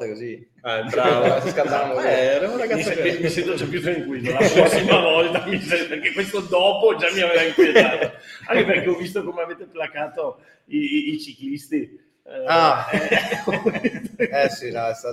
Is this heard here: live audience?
yes